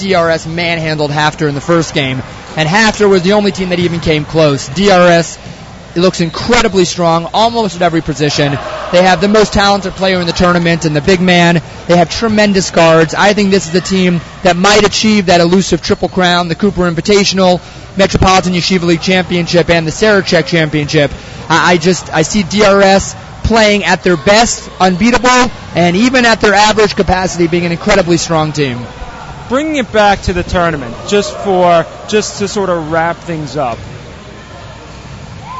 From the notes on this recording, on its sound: Recorded live at The 2015 Cooper Memphis Invitational Basketball Tournament.